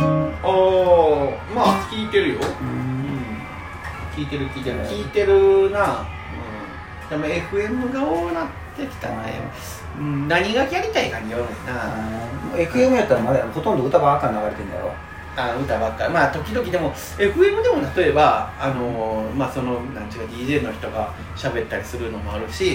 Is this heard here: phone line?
no